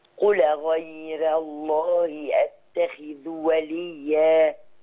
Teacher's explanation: بس هي متجاورة مع لفظ الجلالة عشان اللام مفخمة في لفظ الجلالة، فلازم برضو اللام هتبقى مفخمة · Term: تفخيم اللام